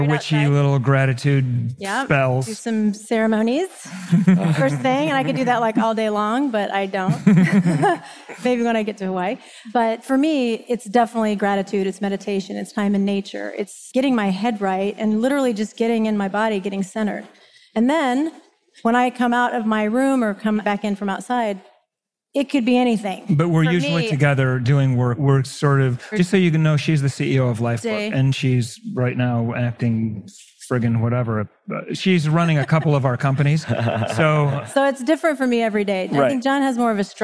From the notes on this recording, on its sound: In this 3-way panel discussion live from Mindvalley's A-Fest stage in Bali.